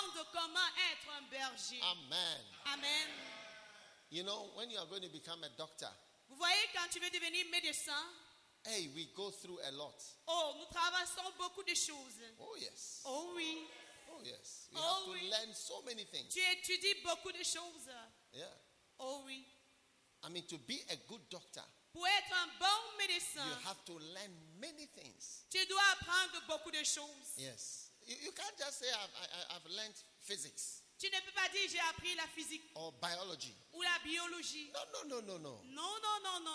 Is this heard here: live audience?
yes